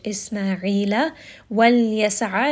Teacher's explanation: This is a two count med, and ayn is going to be from the middle of the throat. Isma'ila wal yas'a, lam is going to have tawassut, ayn is going to be from the middle of the throat.